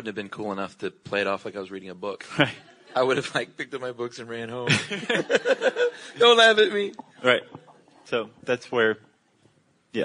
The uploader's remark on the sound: Recorded live at the Los Angeles PodFest.